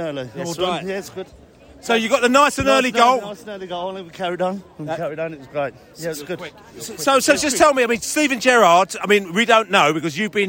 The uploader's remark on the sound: post-match podcast from the stands